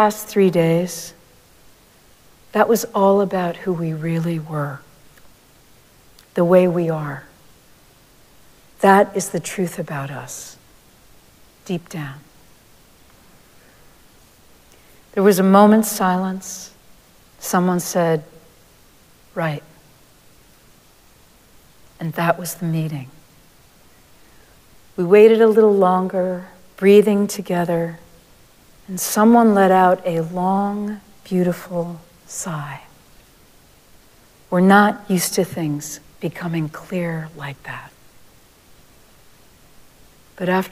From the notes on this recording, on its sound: Recorded live at Arlington Street Church.